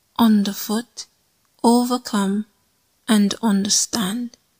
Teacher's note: 4 meter means that the pattern of 2 unstressed syllables followed by a stressed syllable is repeated 4 times. · Term: anapestic